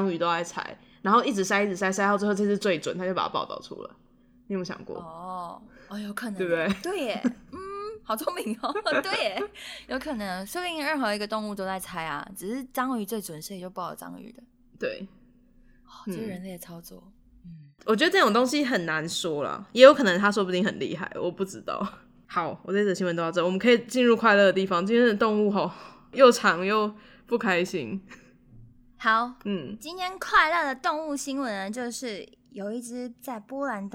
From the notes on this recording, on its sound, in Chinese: 直播節目會有一些現場音或不可抗力干擾。